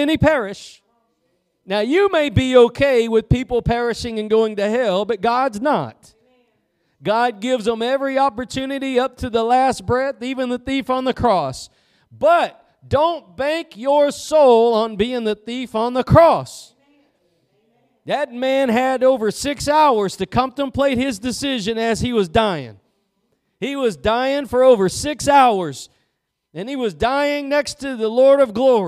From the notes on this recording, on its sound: Preached at Gospel Lighthouse in Bossier City, La.